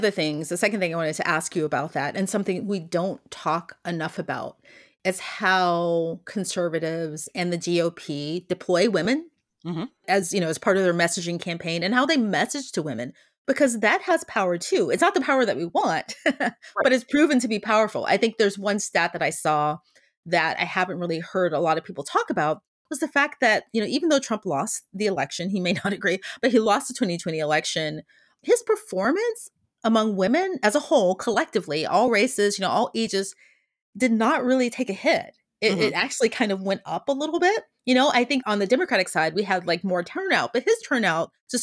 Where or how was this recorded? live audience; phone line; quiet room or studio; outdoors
quiet room or studio